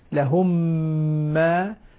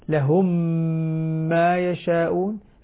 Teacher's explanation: أنا قلنا لكم يا ثلاثة أحكام، الميم الساكنة مع الميم إدغام شفوي تصبح ميما مشددة، لهم ما يشاءون، لاحظوا شد الشفتين، لهم ما، هذه الميم المشددة، لهم ما يشاءون، الميم الساكنة مع الميم المتحركة صارت ميم مشددة